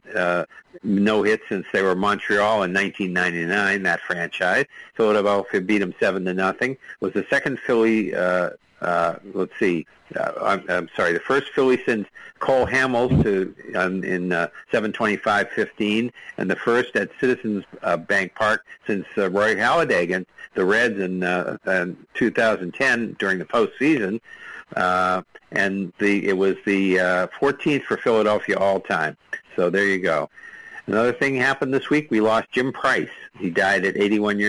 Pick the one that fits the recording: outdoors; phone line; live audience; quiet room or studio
phone line